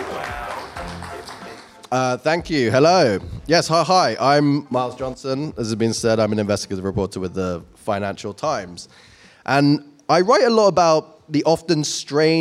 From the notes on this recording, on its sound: joined us live on-stage in Shoreditch